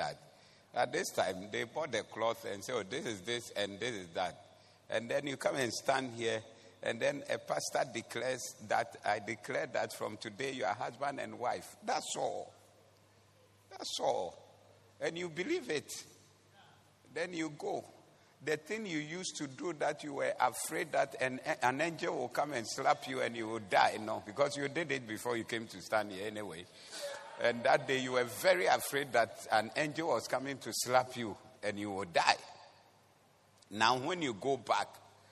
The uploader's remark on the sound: Preached at The Doxa Service